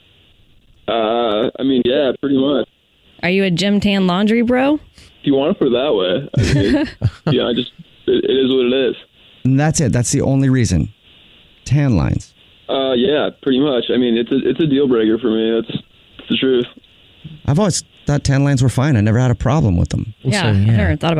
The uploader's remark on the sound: We get that other person on the phone